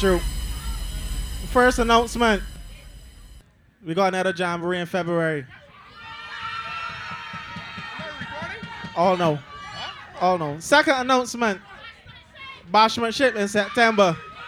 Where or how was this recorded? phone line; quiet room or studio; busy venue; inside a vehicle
busy venue